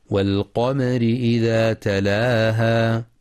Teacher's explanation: وفي كلمة والقمر ينتبه لترقيق الراء وصلا بسبب الكسر، كما يراعى إثبات المد الطبيعي في تلاها بمقدار حركتين عند الوقف.